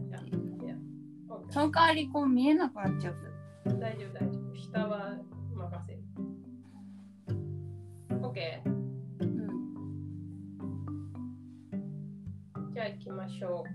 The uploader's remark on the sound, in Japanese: 初回のためボリューム調整もままならず、お聞き苦しい点もありますが